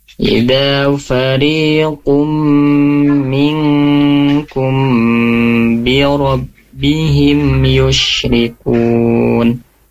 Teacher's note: harusnya ditahan dua harokat karena di sana ada mim sukun bertemu ba, itu hukumnya ikhfa syafawi. Nah, di sana ada hukum gunahnya bunda ya, jadi harus ditahan dua harokat.